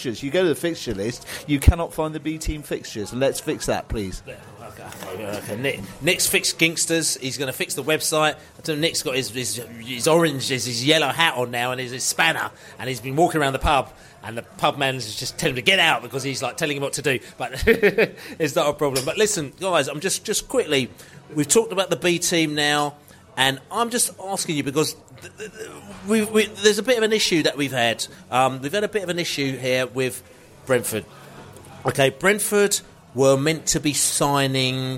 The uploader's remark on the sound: Pre-South Coast Match podcast from the pub. This evening assembled in The Lord Nelson Pub in Brentford for the very first time were. Fans in the pub discuss the Brentford v Liverpool match.